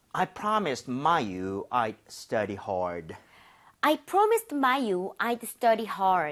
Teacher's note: 읽을 때 I do 하지 마시고 그냥 I'd. 혀가 살짝 입천장에 닿는 느낌으로만.